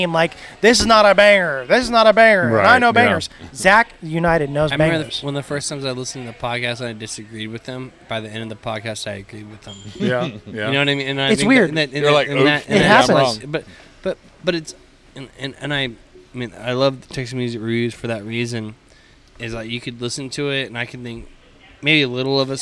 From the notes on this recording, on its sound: Episode recorded at the Pacific Yard House in Downtown Conroe! Episode recorded at the Pacific Yard House in Downtown Conroe!